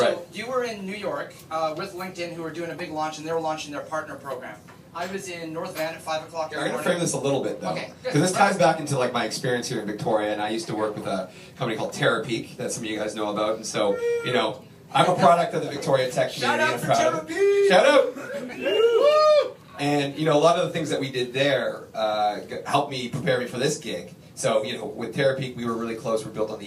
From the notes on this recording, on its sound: Keynote Aboard a Boat. On a private yacht with special access to the Victoria naval base. Jointly delivered a keynote speech for Experience Tectoria, an event designed to highlight Victoria’s tech sector. A lively crowd who actively participated in the stories with heckles and laughs.